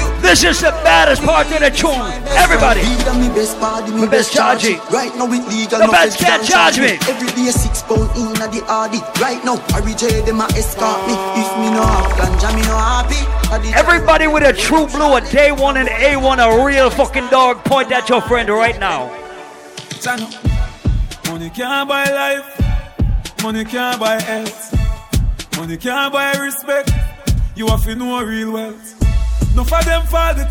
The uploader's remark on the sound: Live audio from Island Saturdays.